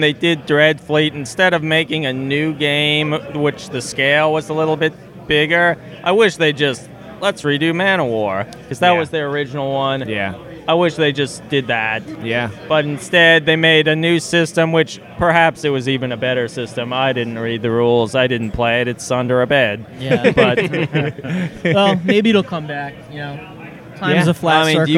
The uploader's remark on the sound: Live at NEMO23. Coming at you live from the cold heart of the North - Chicopee, MA.